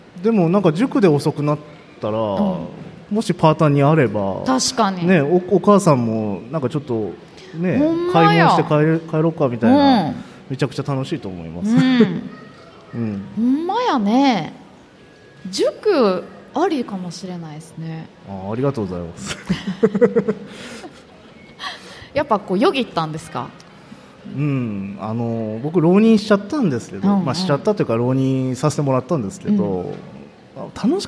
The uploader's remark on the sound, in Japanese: 公開収録。鳥取県倉吉市発。